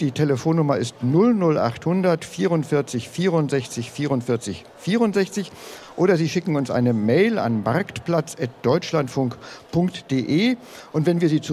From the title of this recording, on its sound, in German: LIVE von der GRÜNEN WOCHE